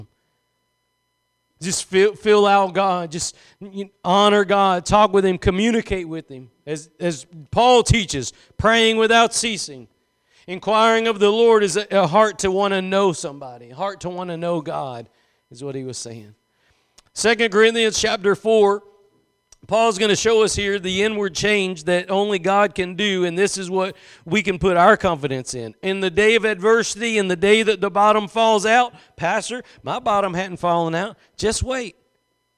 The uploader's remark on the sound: Preached at Gospel Lighthouse in Bossier City, La.